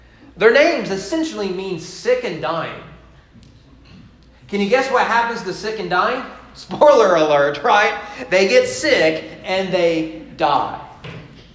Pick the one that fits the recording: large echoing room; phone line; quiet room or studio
large echoing room